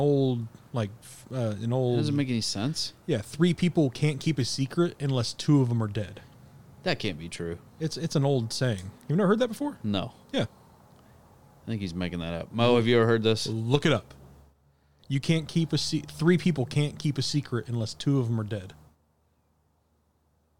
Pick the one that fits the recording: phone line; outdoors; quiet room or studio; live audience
outdoors